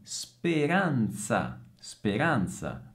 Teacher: speranza con la Z sorda